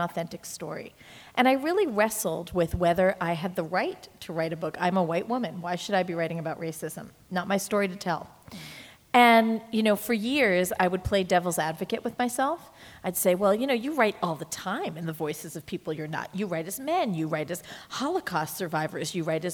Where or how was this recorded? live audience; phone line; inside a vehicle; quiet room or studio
live audience